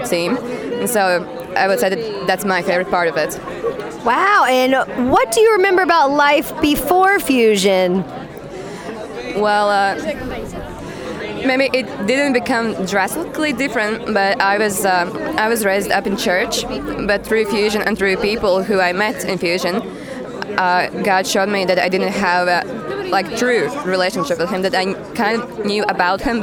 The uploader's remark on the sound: While at Fusiondary, I walked around with a microphone and recorded what some attendees had to say. I talked to people from seven different countries.